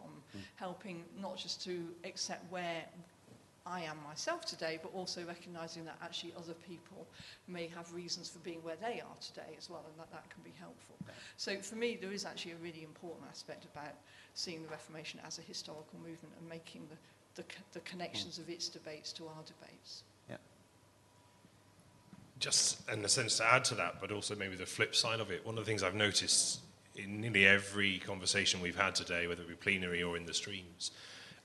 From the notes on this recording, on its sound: This GodPod was recorded as part of a Reformation Symposium hosted by St Mellitus College last month.